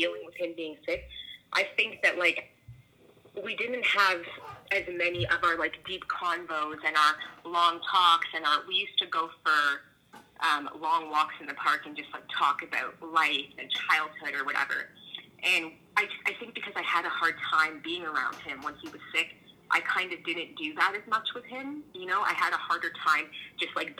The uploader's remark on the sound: We practice social distancing by having an in-depth phone conversation with one of the newest members of our club.